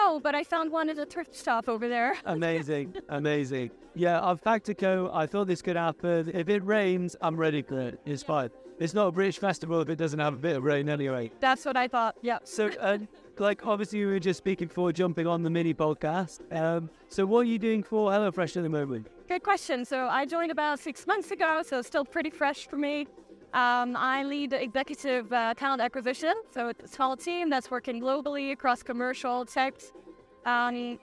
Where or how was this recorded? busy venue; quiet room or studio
busy venue